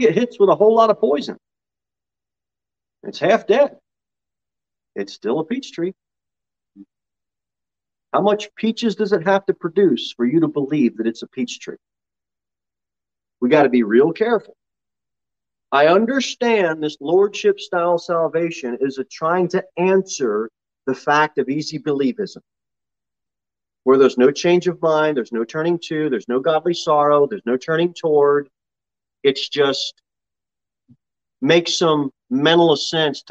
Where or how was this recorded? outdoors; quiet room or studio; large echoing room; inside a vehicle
large echoing room